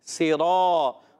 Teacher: را کو موٹا کریں گے کیونکہ را پر زبر